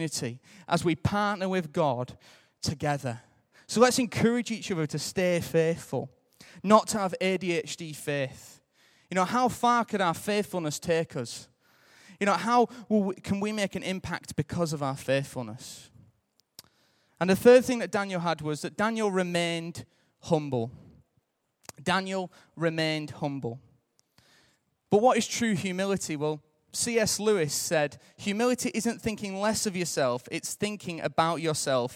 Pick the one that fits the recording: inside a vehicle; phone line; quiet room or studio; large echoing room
large echoing room